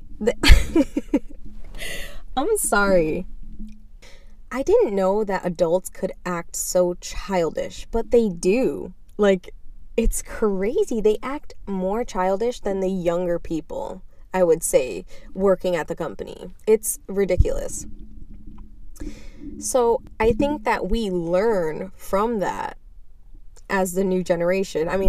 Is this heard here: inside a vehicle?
yes